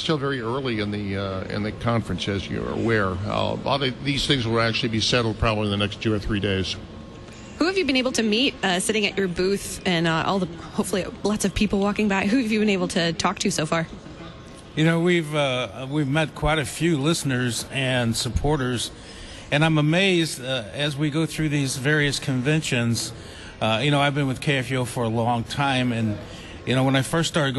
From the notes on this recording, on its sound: Live from Convention #JoyfullyLutheran.